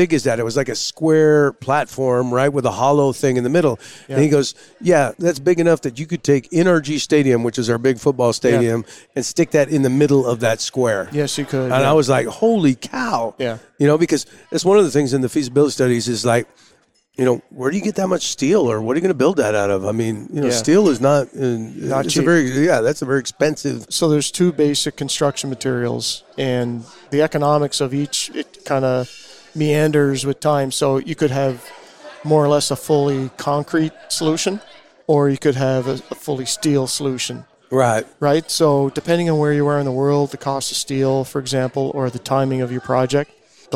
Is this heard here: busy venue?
yes